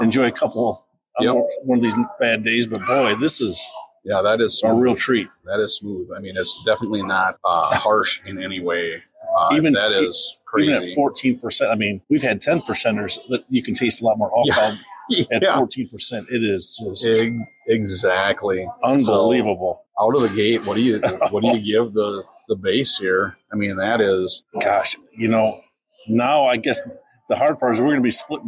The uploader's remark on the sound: On Location - Destihl Brewing - Normal, IL. This week we are on location in Normal, IL at Destihl Brewing.